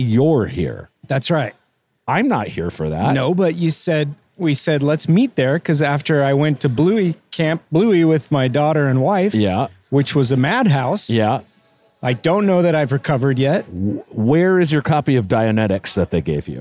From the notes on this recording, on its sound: each episode as they walk a local mall